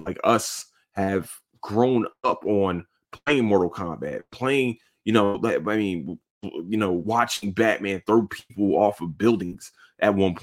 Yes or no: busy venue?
no